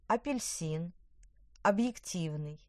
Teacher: А и О в начале слова звучат как короткий А, даже если это слабый слог.